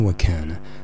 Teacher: أقصد أن الكاف لا يفخم